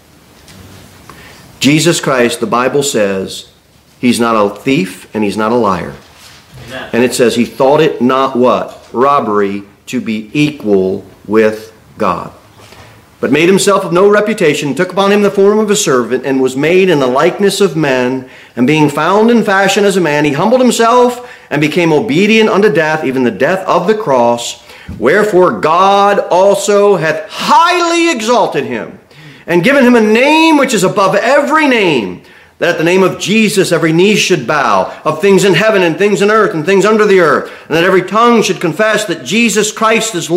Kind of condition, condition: setting, large echoing room